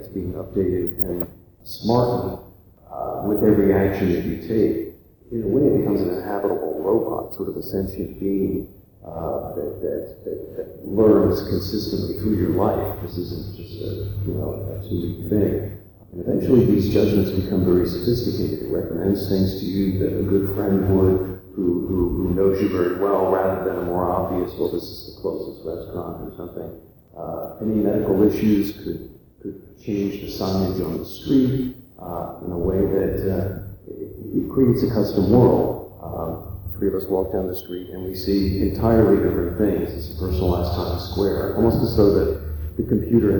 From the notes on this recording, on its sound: This is a low fidelity audio recording of the panel. At SXSW in Austin, Texas as part of the IEEE Tech for Humanity Series.